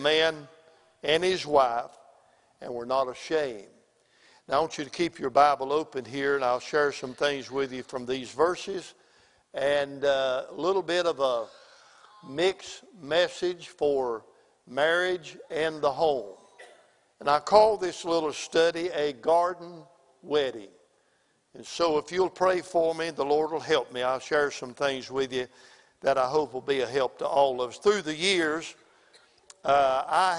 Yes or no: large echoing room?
yes